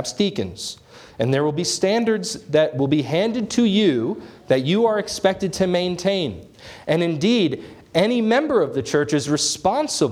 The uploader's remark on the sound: This sermon was preached on January 21, 2024 at Antioch Presbyterian Church. At Antioch Presbyterian Church, a mission work of Calvary Presbytery of the Presbyterian Church in America located in Woodruff, South Carolina.